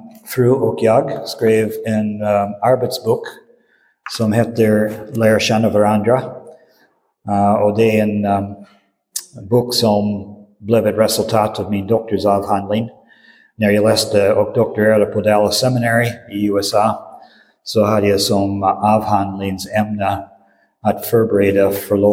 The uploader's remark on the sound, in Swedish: Inspelad i Roseniuskyrkan den 19 februari 2023.